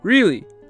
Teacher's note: pay attention to the rising intonation of sentences with surprises